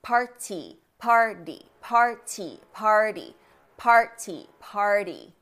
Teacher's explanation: You can barely feel the flap against the alveolar ridge because it is so brief.